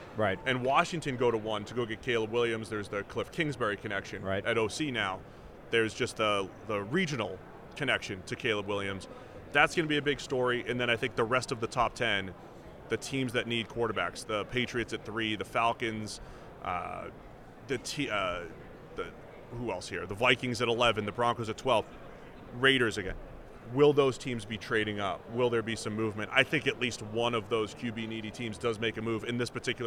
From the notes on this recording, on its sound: are live from Las Vegas Radio Row